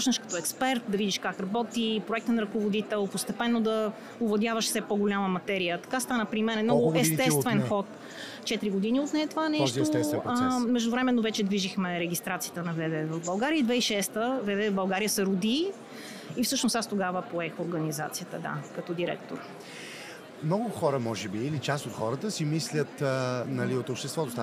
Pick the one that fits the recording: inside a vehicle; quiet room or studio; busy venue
busy venue